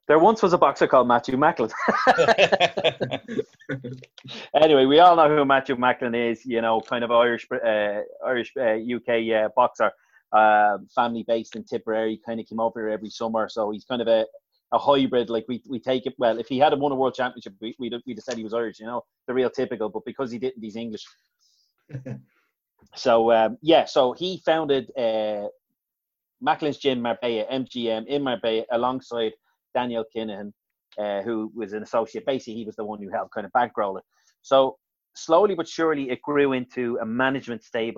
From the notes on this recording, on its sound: Zoom Show.